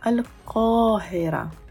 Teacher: Даже на египетском диалекте будет произноситься с оригинальным звуком «каф». «Аль-Кахира» не заменяется на звук «а», а произносится чисто как «каф».